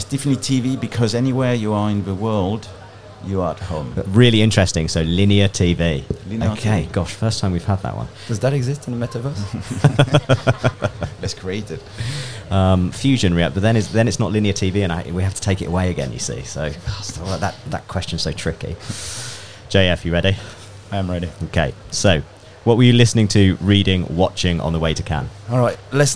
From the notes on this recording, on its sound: Cannes Lions 2022 Special. Headed to La Croisette. Recorded to a live audience at the beautiful and sustainable #HavasCafe.